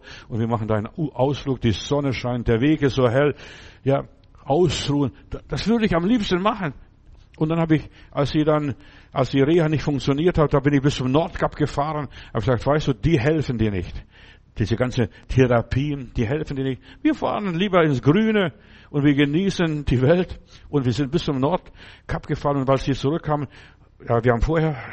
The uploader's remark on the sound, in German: im Gemeinde-Zentrum in Berlin aufgenommen